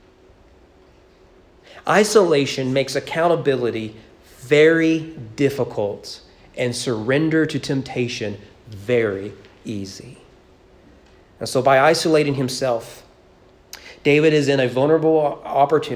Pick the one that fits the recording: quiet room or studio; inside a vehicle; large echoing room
large echoing room